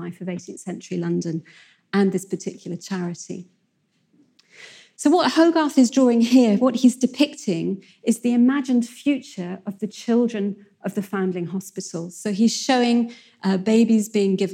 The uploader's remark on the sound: In a lecture she delivered at our 2019 Chester History Weekend